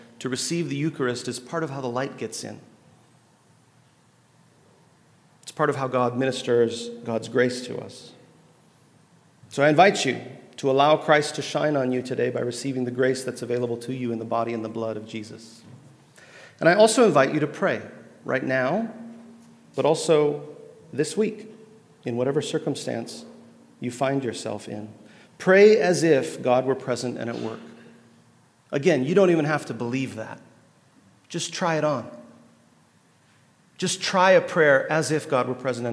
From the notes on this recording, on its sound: at The Table Worship gathering